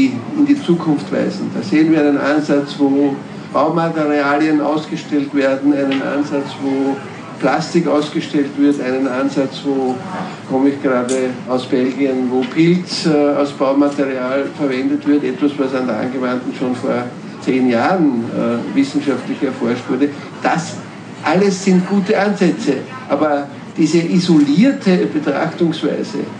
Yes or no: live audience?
yes